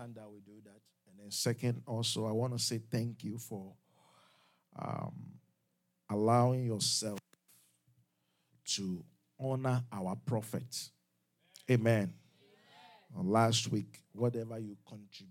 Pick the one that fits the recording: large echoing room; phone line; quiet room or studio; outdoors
large echoing room